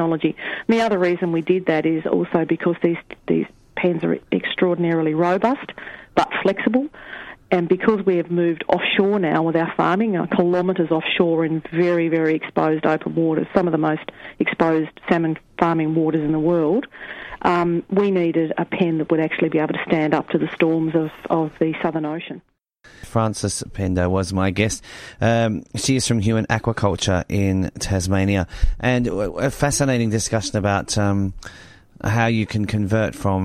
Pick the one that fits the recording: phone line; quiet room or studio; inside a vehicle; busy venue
phone line